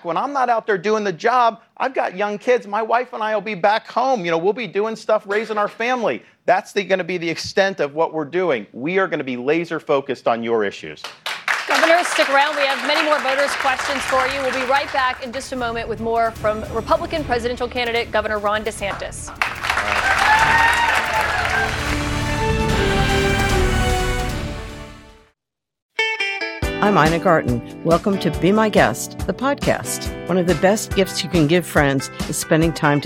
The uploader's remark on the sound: Republican Presidential Town Hall. From Des Moines, Iowa.